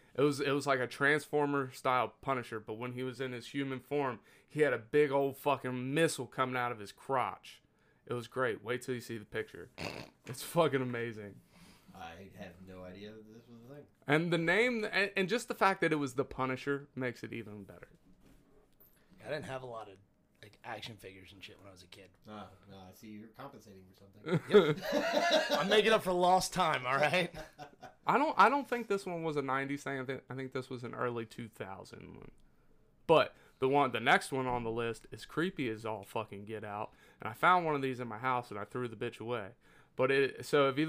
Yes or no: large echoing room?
no